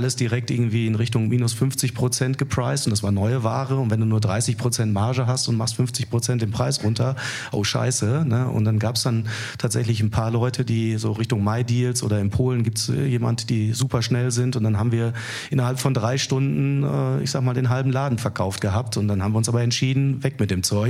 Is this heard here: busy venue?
yes